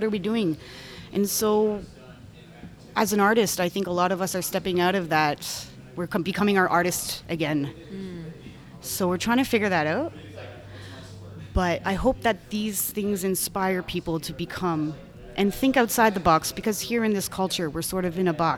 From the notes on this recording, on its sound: LIVE from Midnight Run Cafe. Head to Midnight Run Cafe in Uptown Waterloo.